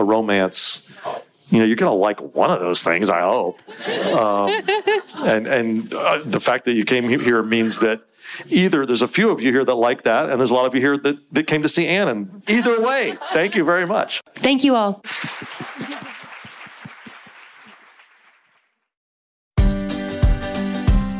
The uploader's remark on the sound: Along with 150 other readers at the ever-charming bookstore Bookmarks NC in Winston-Salem, North Carolina as part of an event for the Modern Mrs Darcy Book Club. We got to have our author chat in person.